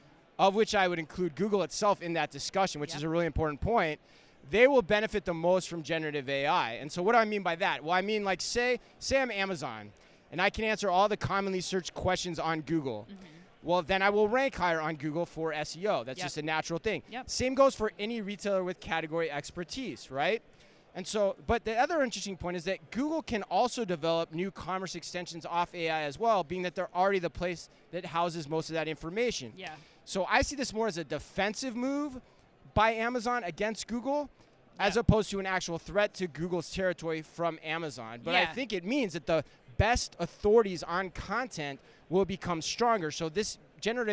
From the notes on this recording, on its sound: Live from Manifest.